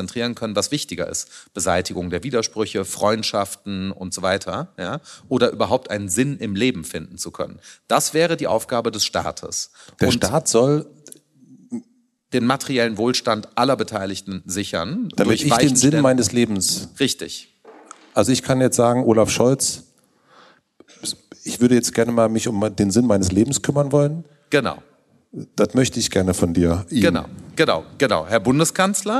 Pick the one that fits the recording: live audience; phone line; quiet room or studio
live audience